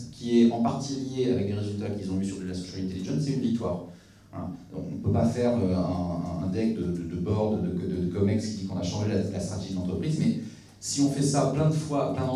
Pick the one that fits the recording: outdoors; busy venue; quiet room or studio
busy venue